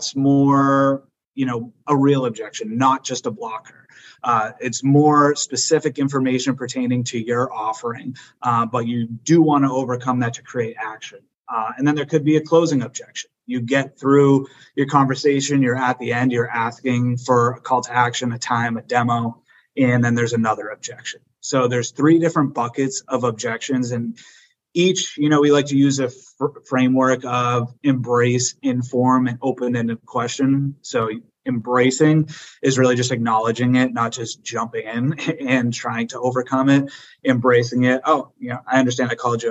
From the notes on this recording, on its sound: This episode is the audio from our recent webinar